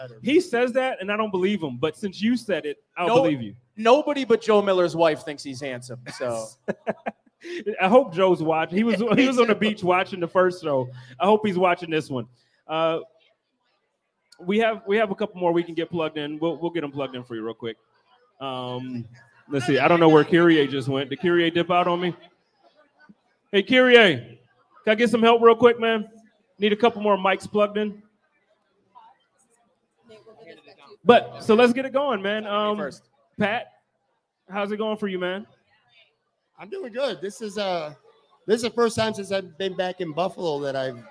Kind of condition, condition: setting, busy venue